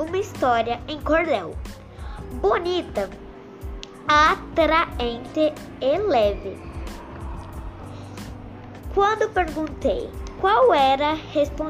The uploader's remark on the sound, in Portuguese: SALA DE LEITURA. CEU EMEF JOSÉ REZENDE. ESSE PODCAST FOI GRAVADO DURANTE AS AULAS NA SALA DE LEITURA E NA SALA REGULAR DE AULA.